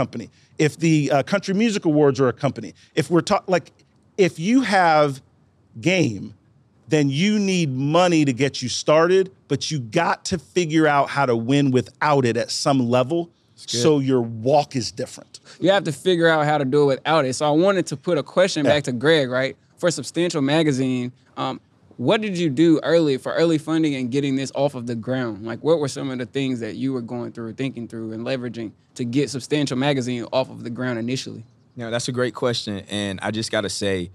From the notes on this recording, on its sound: Live from the roof of American Underground at the Google for Startups Black Founders Exchange. Live from the roof of American Underground at the Google for Startups Black Founders Exchange.